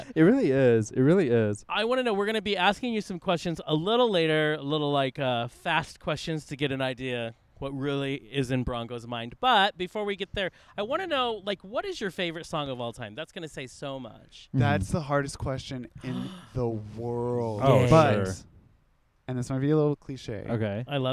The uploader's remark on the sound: Extra Special thanks to The Sportsmans Lounge in Studio City. We recorded in their awesome patio space, but this hotel has much more to offer.